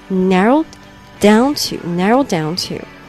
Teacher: 这个过去分词的 d 就可以和后面的 down 做连读